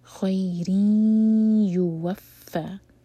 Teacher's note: ناک میں آواز لے جائیں گے، دو سیکنڈس کا ٹائم دیں گے. خیر یوفا، فا پشدہ تو فا اسٹرانگ. · Term: ادغام غنہ